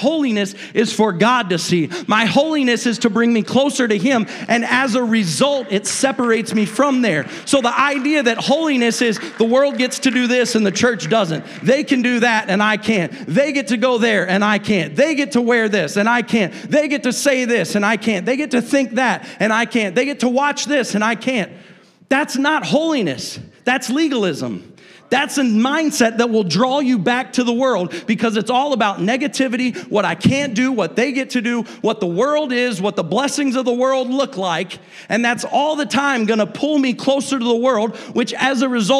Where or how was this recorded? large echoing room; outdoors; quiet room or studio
large echoing room